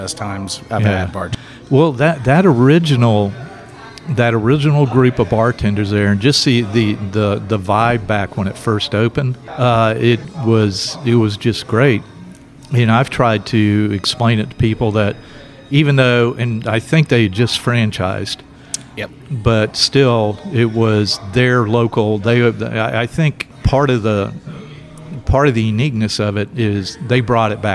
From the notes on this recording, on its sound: Recorded at Secret Sagittarius Bierworks in Pensacola.